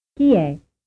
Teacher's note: information question asking who someone is and using a stress drop intonation